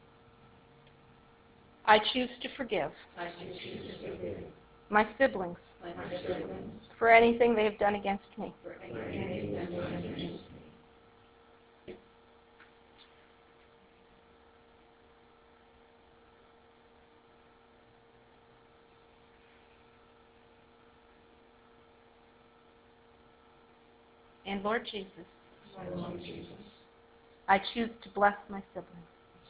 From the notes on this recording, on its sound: This is the recording from the live training session of Gentle Care Prayer Ministry Advanced Building Training, held on June 4, 2016, at Centre of Hope Victory Church in Kincardine, Ontario.